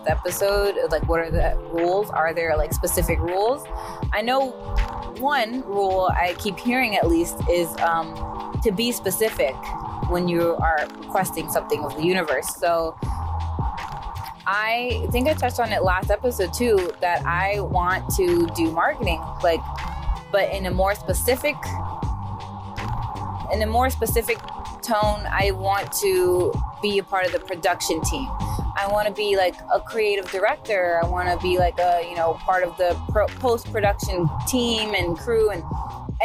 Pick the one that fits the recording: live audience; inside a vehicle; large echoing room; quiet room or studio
inside a vehicle